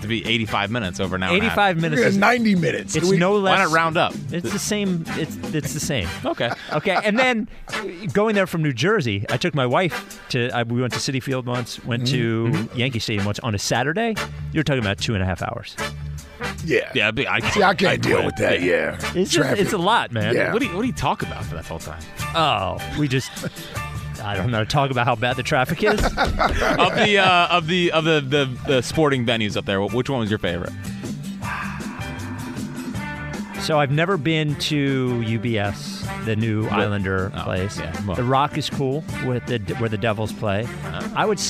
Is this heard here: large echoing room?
no